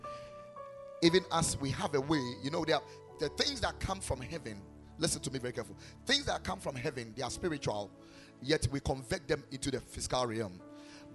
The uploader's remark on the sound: Preached at Ekklesia Chapel